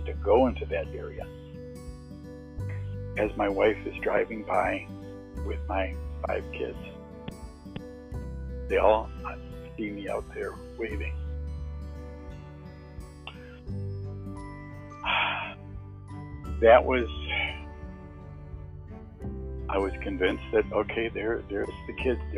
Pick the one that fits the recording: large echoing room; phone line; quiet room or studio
phone line